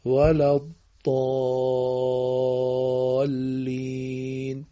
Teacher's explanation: وقتی به لام مشدد میرسیم باید مکس بکنیم تا تشدیدش رعایت بشه.